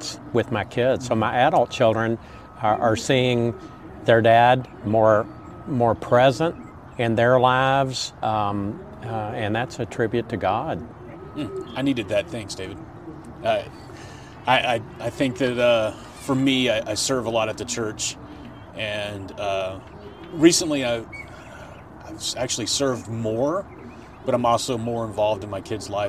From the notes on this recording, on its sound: We recorded on location at the AFSP Out Of The Darkness walk.